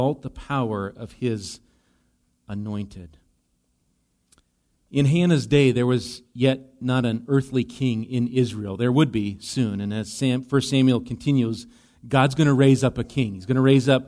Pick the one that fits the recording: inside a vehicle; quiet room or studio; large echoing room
large echoing room